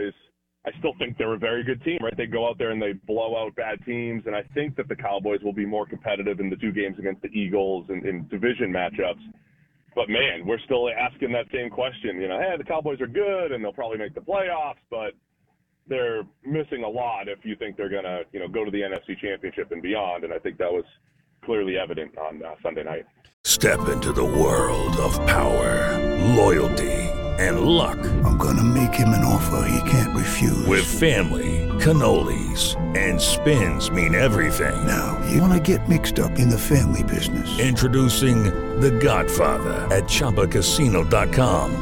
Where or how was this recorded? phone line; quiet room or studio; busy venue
phone line